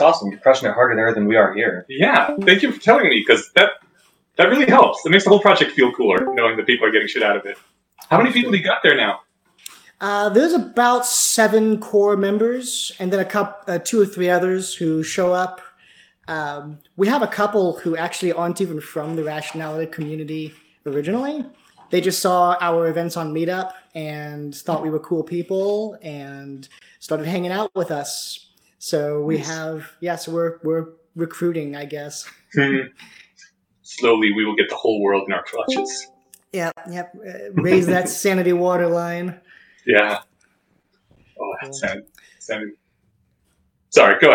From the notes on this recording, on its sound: This is a recording of the live stream. Due to technical incompetence on our side, we lost the original audio, but managed to recover the episode. Since it’s a 2nd-source recording.